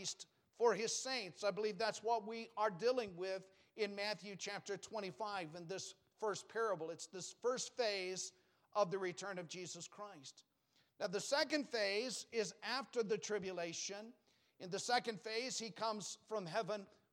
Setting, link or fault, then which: setting, large echoing room